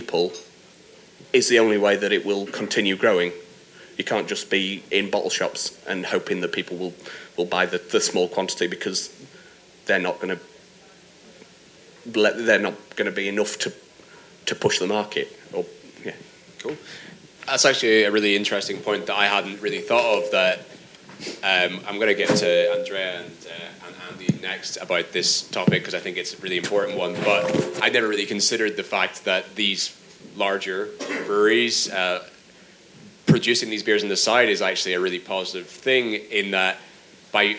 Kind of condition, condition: setting, live audience